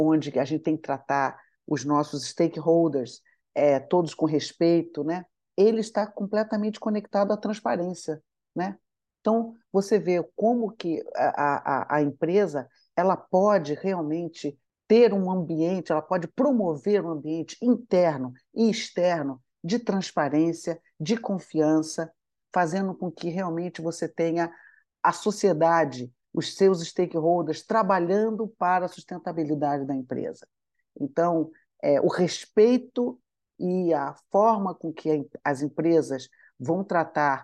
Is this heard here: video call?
yes